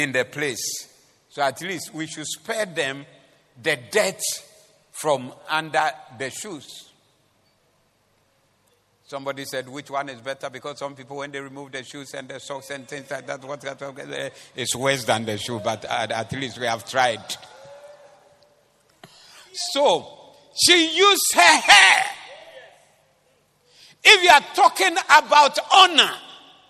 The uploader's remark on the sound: This was preached at the Doxa Service 07052023